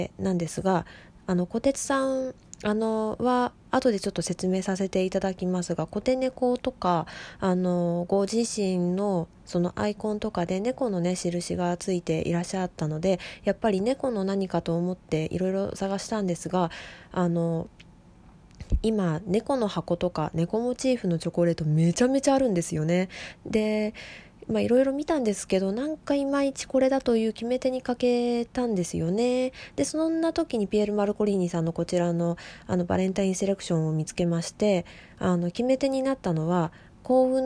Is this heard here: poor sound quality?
no